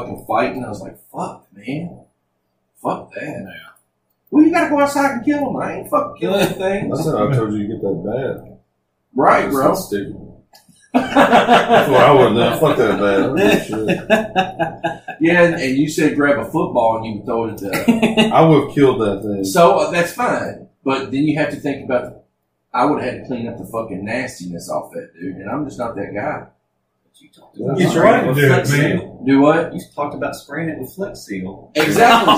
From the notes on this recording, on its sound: We were still new and forgot to select our mics through computer so the audio isn't the greatest.